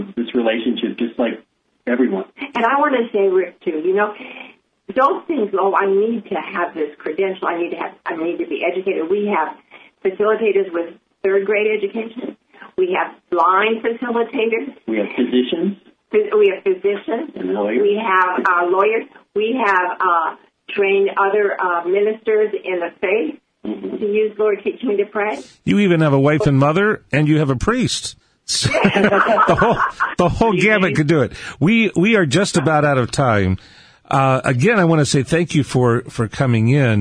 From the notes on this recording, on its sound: welcomes two new friends over the phone